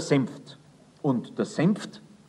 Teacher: Das N darin wird zu einer Art M und hinter dem F stellt sich ganz von selbst ein kräftiges T ein.